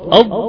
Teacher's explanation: فعند النطق بالضاد تقول أض، تجد أن انطبق اللسان على غار الحنك الأعلى